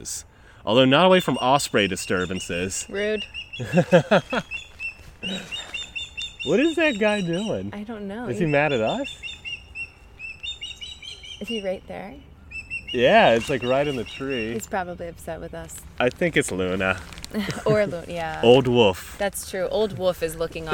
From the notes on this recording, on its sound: As an added bonus, this week we are recording right next to an active Great Blue Heron rookery in beautiful Tall Timbers Maryland! Many birds make appearances with their songs and alarm calls.